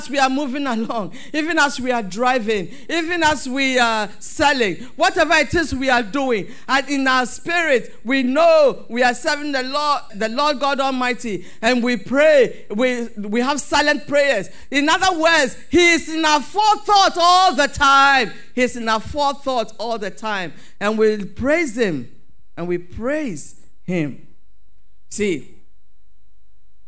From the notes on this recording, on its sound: Sermon preached at CBC Shiashie Campus